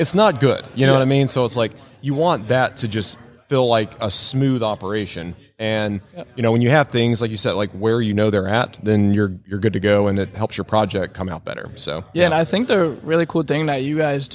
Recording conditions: busy venue